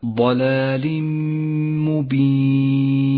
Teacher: المثال الأول مثال على الإدغام بغنة في قوله تعالى ضلال مبين، جاء التنوين وبعده حرف الميم، والواجب هنا أن نسقط التنوين من اللفظ وأن نشدد حرف الميم وأن نقف بغنة على حرف الميم زمنها حركتان